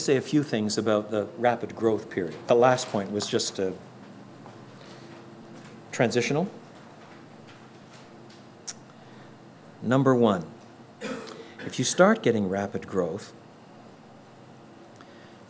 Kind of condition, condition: setting, live audience